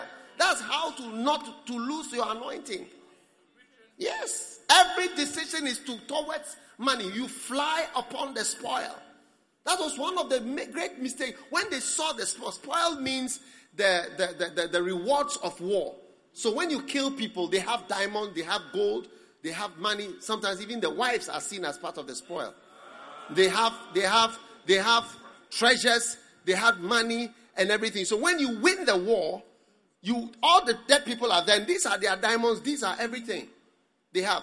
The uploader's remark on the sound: Preached at the Prophetic Encounter Service.